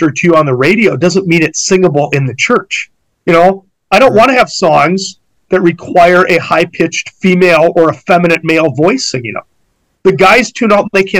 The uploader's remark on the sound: APOLOGIES FOR THE POOR SOUND QUALITY OF THIS PODCAST. I WAS FORCED TO DO THE LAST TWO PODCASTS ONLY USING MY COMPUTER MIC.